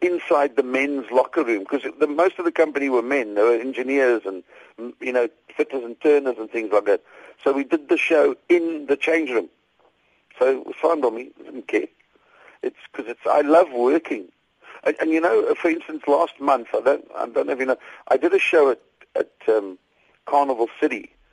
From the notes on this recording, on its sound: joins us on the line